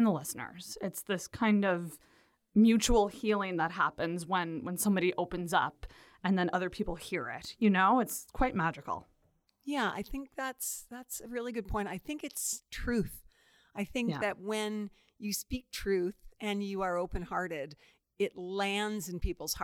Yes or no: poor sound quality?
no